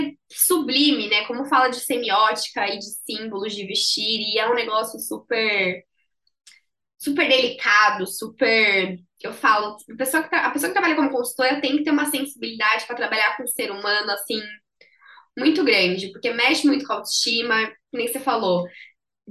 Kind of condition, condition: link, video call